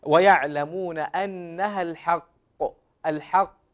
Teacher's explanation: القاف إذا وقفنا عليها نقف عليها بالسكون مع التشديد، والقاف حرف مفخم، فلا يعني يغر أحدنا إظهار القلقلة على حساب إخفاء أو على حساب ترقيق القاف، وهي مفخمة قولا واحدا عند كل القراء.